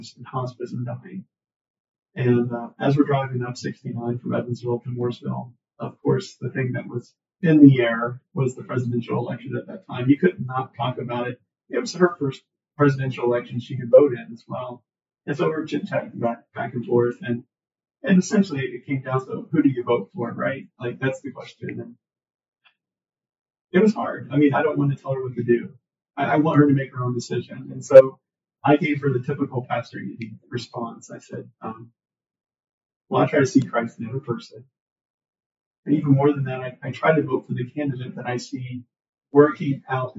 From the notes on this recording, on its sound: There were some audio issues when recording this episode